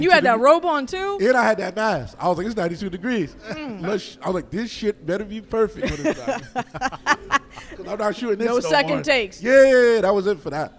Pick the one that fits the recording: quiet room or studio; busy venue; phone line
busy venue